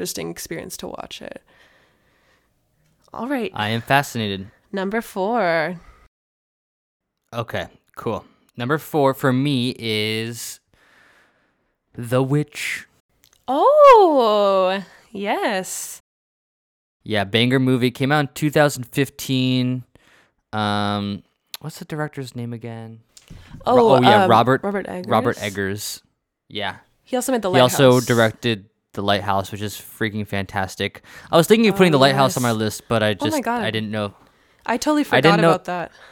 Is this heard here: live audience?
no